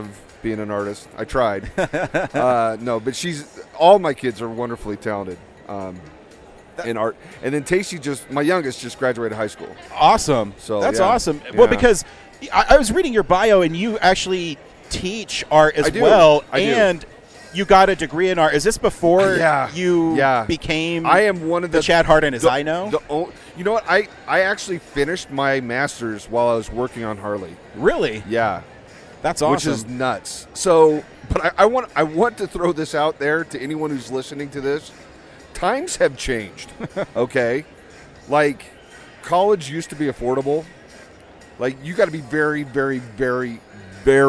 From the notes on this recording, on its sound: at Denver FanExpo 2022